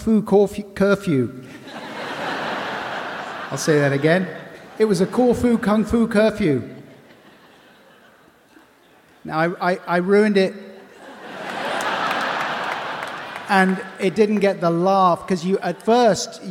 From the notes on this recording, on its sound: Recorded in front of a live audience at The Royal Festival Hall on London's South Bank on 12th December 2023.